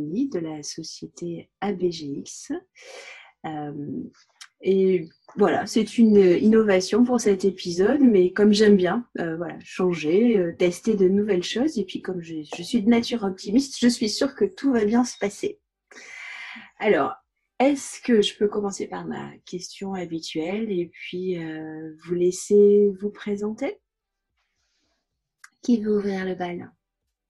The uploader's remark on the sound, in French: Et tout cela semble contagieux par visioconférence.